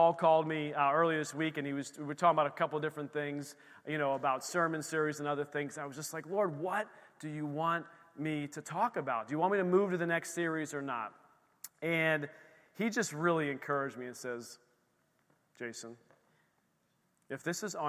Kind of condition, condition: setting, large echoing room